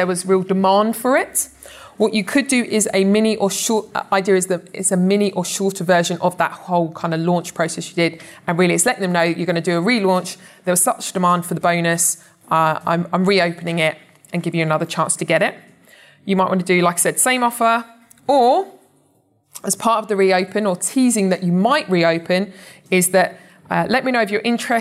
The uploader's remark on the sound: is with a live audience